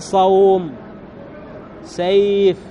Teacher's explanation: الواو والياء إذا سكن وقبلهما فتح يسمى الواو والياء هذا حرف لين وفيه مد · Term: مد اللين